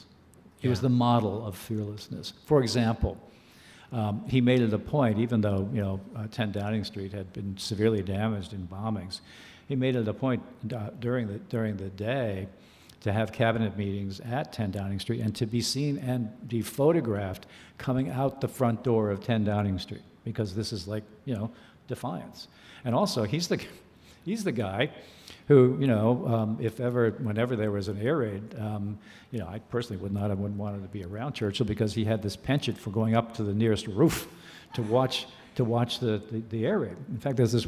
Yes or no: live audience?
yes